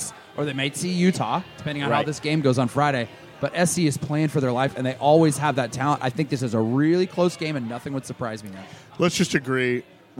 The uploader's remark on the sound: live from the Roanoke